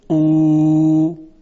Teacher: مثلا در صدای ا دهان باز میشه، ا، صدای الف ایجاد میشه. اگر دهان یه مقداری جمع بشه، او، صدای واو مدی ایجاد میشه.